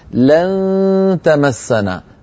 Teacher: لن نجعل اللسان قريبا جدا من مخرج التاء ولا يلامس. لا نقول لن تمسنا، لن بعض الإخوة بل بعض الشيوخ يقولون لن تا، يلصق طرف لسانه على مخرج التاء. · Term: إخفاء